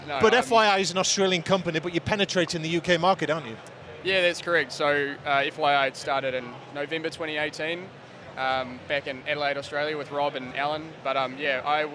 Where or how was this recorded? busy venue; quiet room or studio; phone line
busy venue